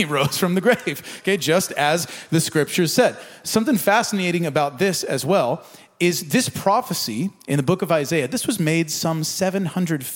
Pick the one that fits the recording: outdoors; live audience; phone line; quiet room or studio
live audience